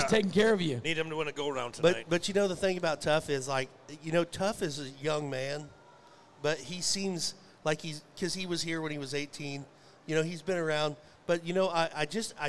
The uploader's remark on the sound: RümpChät Live at the 2023 NFR